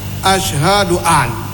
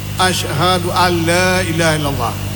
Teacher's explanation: jadi seolah-olah nun ini bertasdid dengan la. Bunyinya alla, jangan an la. · Shown in: second take · Term: diidgham